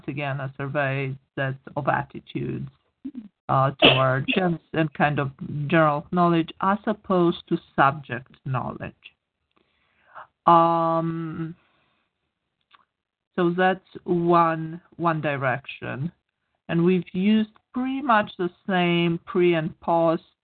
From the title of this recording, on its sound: GEMS Operations Committee Teleconference